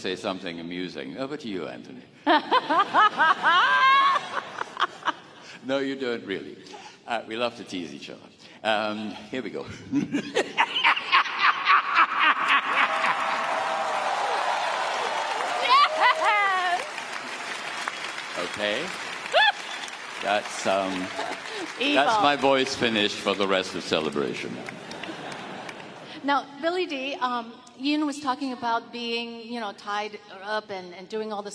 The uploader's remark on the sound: We bring the panel from Star Wars Celebration 2023